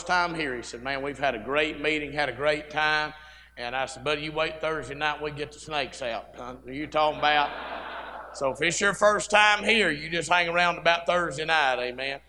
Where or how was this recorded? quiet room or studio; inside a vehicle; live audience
live audience